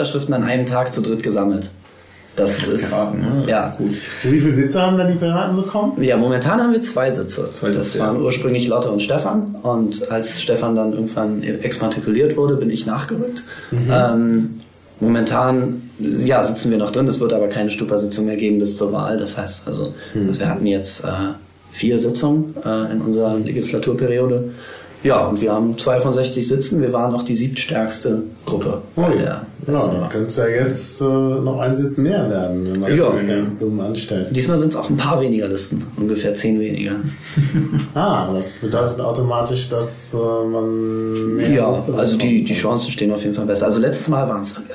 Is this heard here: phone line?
no